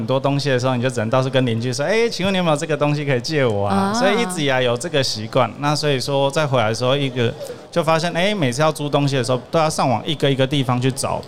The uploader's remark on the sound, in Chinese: 2022 Taipei Cycle台北國際自行車展-Live Podcast